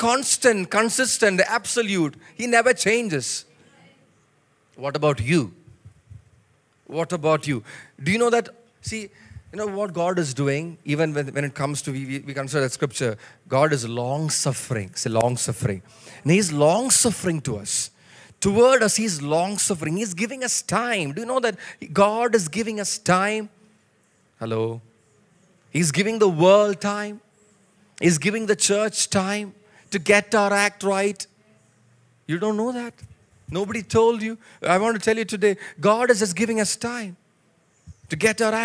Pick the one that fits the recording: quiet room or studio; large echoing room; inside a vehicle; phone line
large echoing room